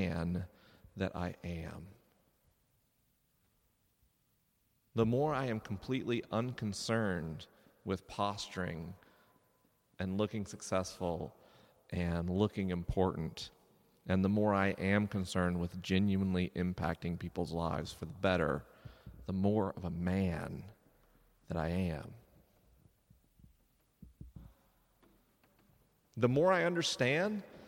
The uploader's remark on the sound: LIVE in Edinburgh, Scotland. This episode was recorded live at Greyfriar's Kirk in Edinburgh, Scotland.